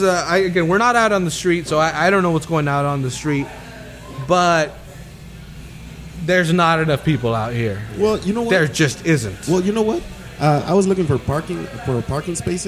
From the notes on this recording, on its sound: In this episode we migrate a couple blocks down from our home at the XL Public House to the Cherry Beans open mic event for First Fridays.